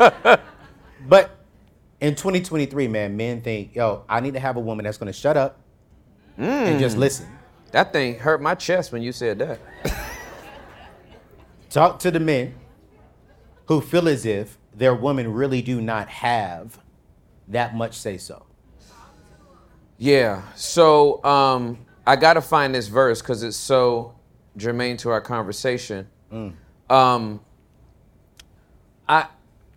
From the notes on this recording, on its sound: Our very first Live Show!